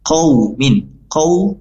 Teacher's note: wawu sukun dibaca lembut layina · Term: madlin